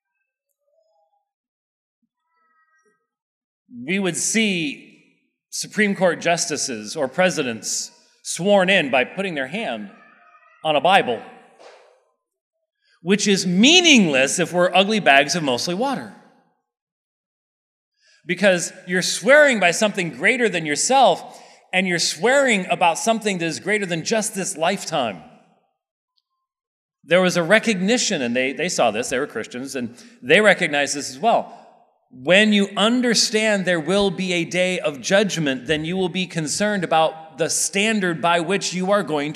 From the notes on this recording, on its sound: This sermon was preached at Covenant Bible Church on the Lord's Day, May 7th, 2023.